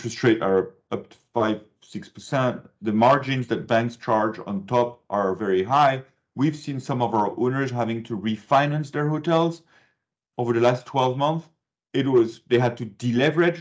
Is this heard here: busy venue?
no